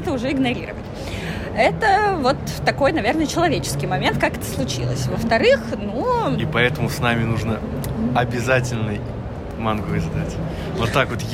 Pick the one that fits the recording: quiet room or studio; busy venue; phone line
busy venue